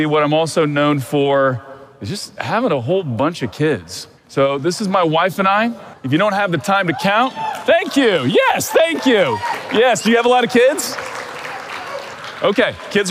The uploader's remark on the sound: This is the recording from a recent talk I gave in Austin, Texas, to a group of 1,200 eager Amazon Sellers and DTC brand owners